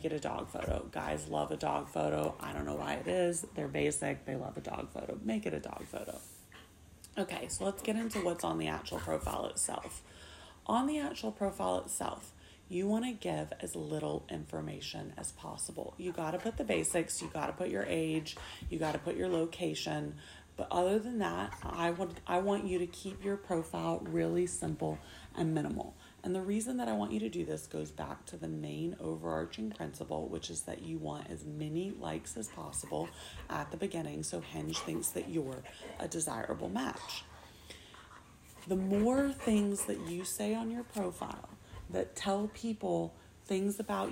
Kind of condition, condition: fault, sounds in the background